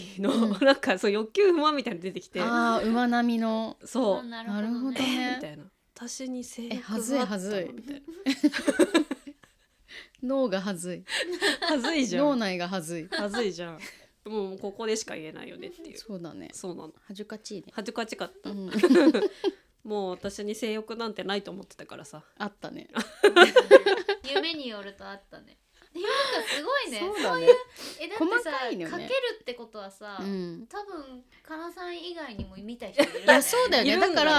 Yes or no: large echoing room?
no